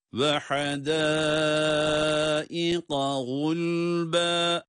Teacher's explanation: son harf ise kaf harfi kalın sesle okunmalıdır